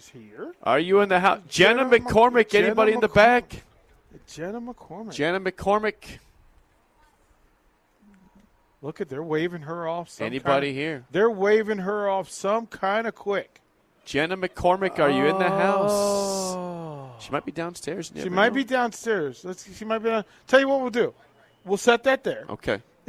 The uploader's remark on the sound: Nebraska Football Talk Live from Barry's